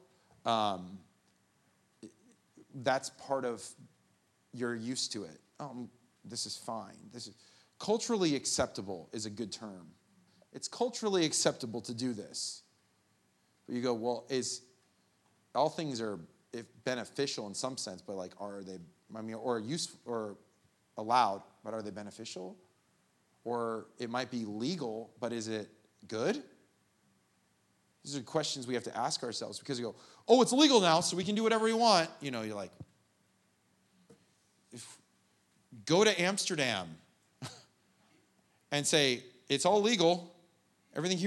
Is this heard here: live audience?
yes